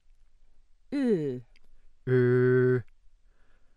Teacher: Close mid front, rounded, cardinal 10